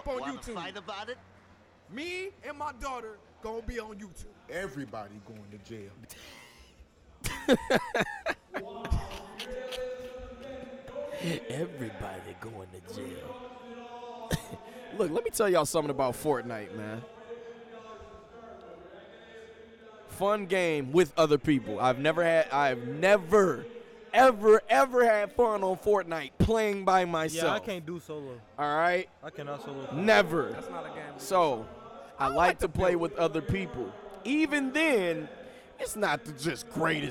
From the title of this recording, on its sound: Live at Downriver Comic-Con (Day 2)